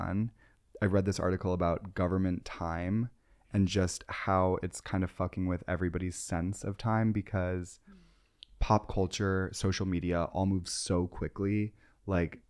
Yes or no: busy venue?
no